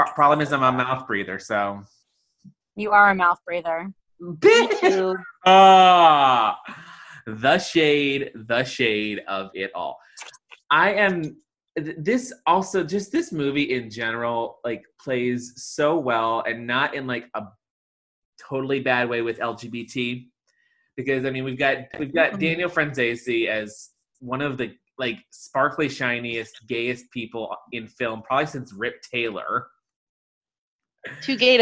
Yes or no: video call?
yes